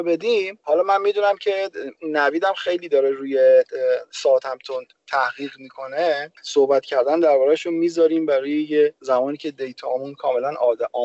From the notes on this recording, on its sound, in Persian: با توجه به اوجگیری شیوع ویروس کرونا و ضبط اسکایپی جداگانه هر بخش از پادکست تصمیم گرفتیم که به محض ضبط هر بخش در قالب یک قسمت مستقل آن را منتشر کنیم.